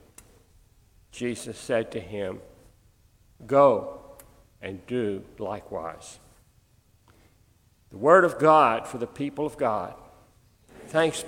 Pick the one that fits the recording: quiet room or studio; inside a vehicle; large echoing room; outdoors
large echoing room